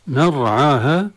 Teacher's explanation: الراء ساكنة تفخم لأن بعد فتح